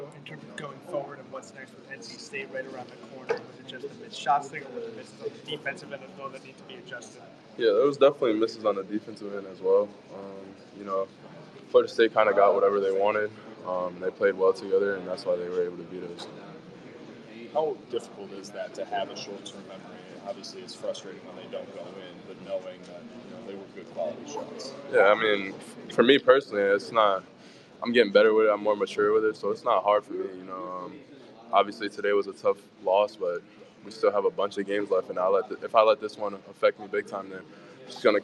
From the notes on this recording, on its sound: Postgame press conference. In the locker room.